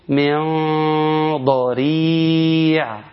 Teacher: غنة، تغن بمقدار حركتين وتكون مفخمة